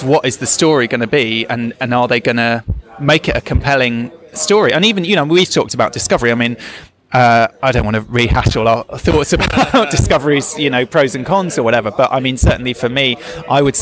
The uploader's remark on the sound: recorded live at the Destination Star Trek convention in Birmingham, England